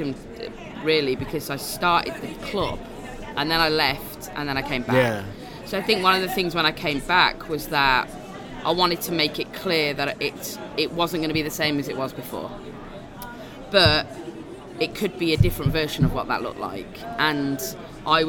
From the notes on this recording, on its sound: LIVE at United Soccer Coaches Convention PHL23. During the United Soccer Coaches Convention this past January.